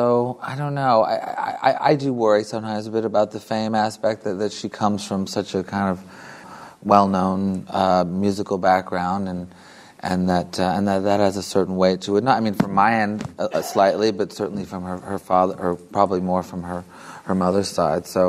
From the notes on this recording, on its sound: In the Model Arts Centre, Sligo, as part of Sligo Live 2015 in assocation with the US Embassy's Creative Minds Series.